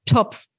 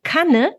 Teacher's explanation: dass das T zum K rückverlagert wird, dass das Kind also statt Topf Kopf sagt und statt Tanne Kanne